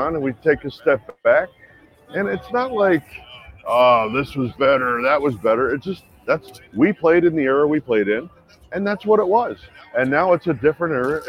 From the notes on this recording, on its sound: Live From Seattle. Live from the All-Star Game in Seattle.